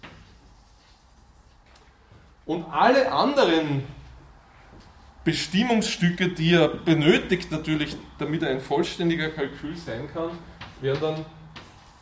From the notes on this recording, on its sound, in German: Diese Vorlesung wurde von Studierenden aufgenommen